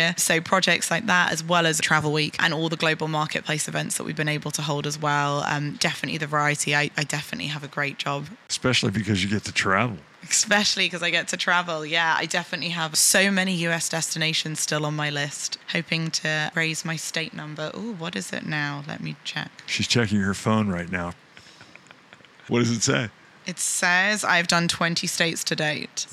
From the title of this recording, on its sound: Live From IPW